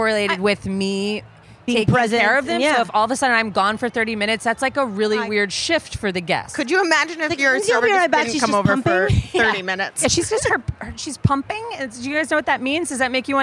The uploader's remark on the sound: Took over the mic for this special segment from Charleston Wine + Food.